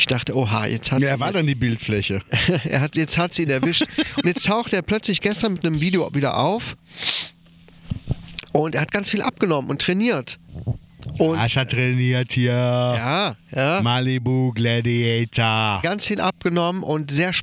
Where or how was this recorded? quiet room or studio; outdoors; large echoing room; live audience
outdoors